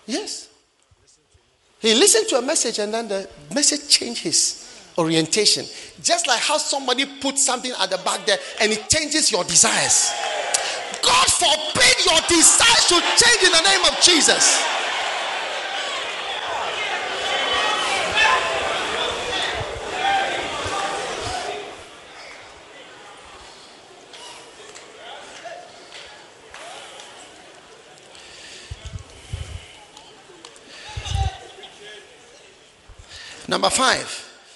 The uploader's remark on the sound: Preached at the Prophetic Encounter Service.